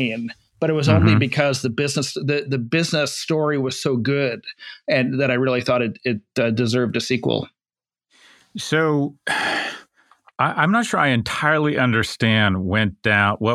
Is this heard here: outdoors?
no